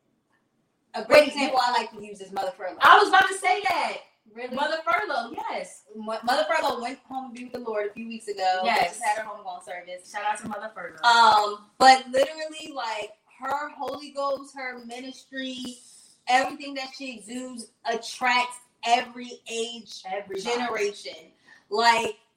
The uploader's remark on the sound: We apologize in advance for the technical difficulties. Our sound was a little muffled.